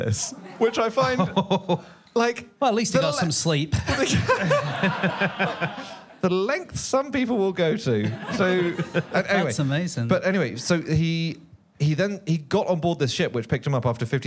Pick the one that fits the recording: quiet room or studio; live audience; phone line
live audience